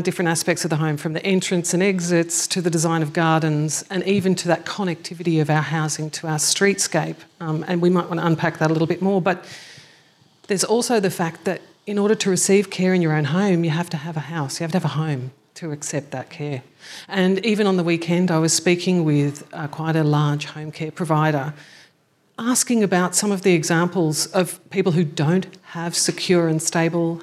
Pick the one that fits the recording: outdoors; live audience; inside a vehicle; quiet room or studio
live audience